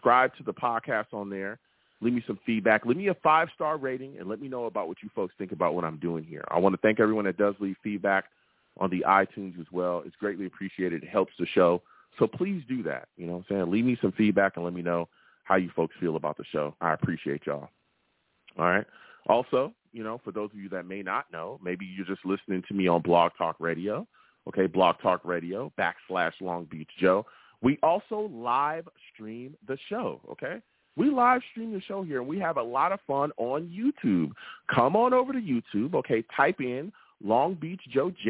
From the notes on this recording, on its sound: I take live callers!